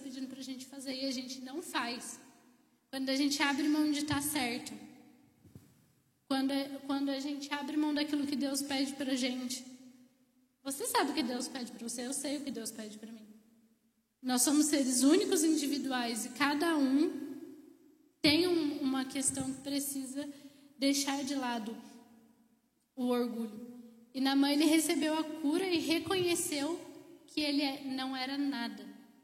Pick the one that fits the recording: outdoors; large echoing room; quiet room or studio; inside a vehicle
large echoing room